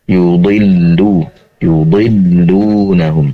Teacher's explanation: Kemudian juga wa min awzaril ladin, yang kedua zanya panjang, awzaril ladina yudillu, di sini ada lam yang bertasydid, tentunya lebih ditekan kembali, yudillu yudillunahum. Durasi penempelan lidah bagian depan ke langit-langit lebih lama.